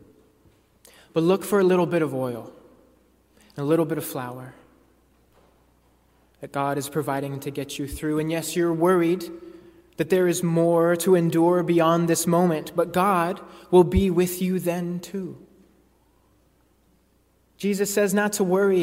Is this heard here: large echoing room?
yes